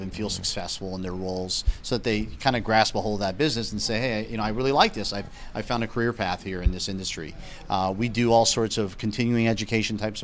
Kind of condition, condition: setting, busy venue